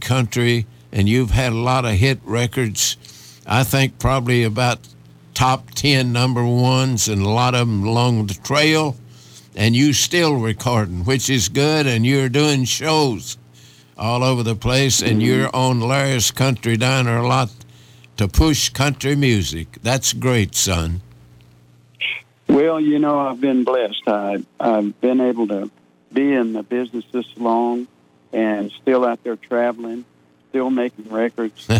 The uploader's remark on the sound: He called in to chat